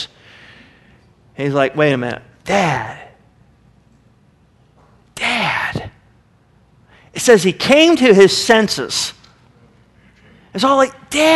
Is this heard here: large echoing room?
yes